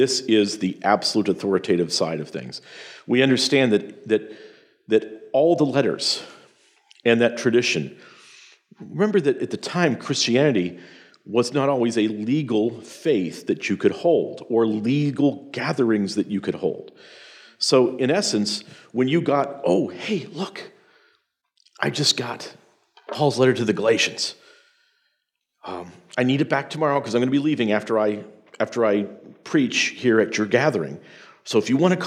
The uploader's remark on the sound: presentation from the Sovereign Nation’s Mere Simulacrity Conference